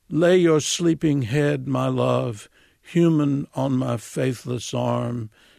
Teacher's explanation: the line starts with an accented syllable and ends with an accented syllable · Term: meter